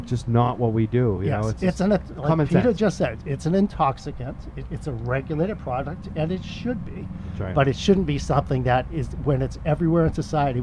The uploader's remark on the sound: live from the Verilife medical and recreational cannabis dispensary in Wareham, Massachusetts